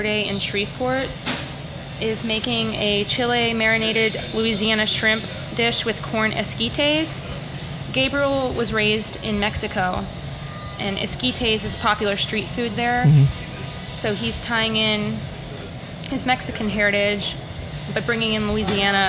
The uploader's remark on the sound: Exciting show today on location at Cavan restaurant on Magazine Street in New Orleans.